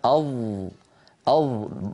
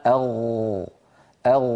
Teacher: لكن لو أعدنا الكرة فقلنا مثلا أظ أظ، وضعنا يدنا هنا أظ أظ، تجد بأن تحت يدك هناك ارتجاف واهتزاز للوترين الصوتيين. لو قلنا أغ أغ، نجد بأن يدنا ترتجف لأن تحتها وترين يهتزان.